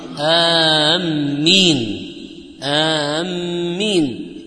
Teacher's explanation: وأما تشديد الميم في آمين فيقرأ بعضهم آمين آمين، فهذا خطأ